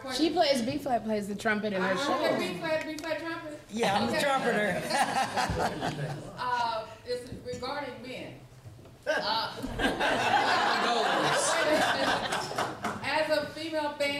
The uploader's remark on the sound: This event was a live conversation with some special audience interaction held at High Low Literary Arts Cafe in Grand Center, St. Louis, MO.